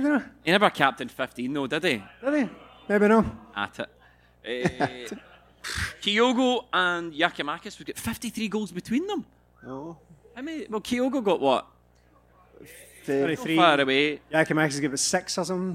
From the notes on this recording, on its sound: Here is the audio for part two of our end of season live show. At Drygate in Glasgow. Apologies for some of the visual aspects of the show not translating well to an audio medium.